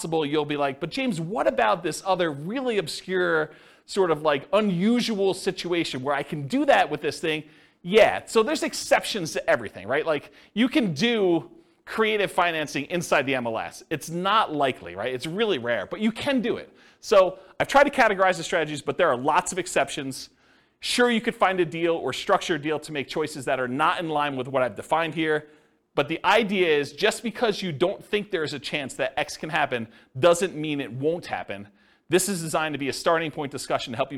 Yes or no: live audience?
yes